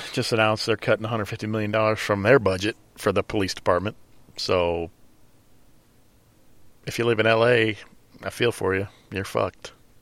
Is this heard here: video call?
no